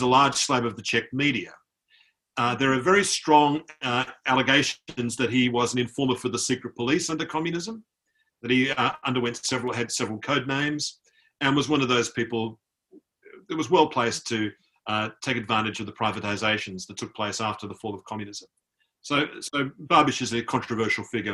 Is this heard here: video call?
yes